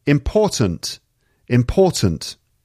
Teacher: And again, the second syllable is stressed. Important. Sometimes the T at the end gets cut.